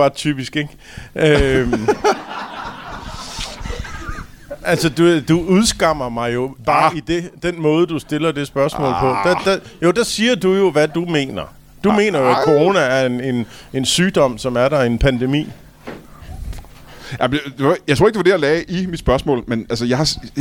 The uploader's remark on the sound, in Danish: LIVE fra Tobbers i Kolding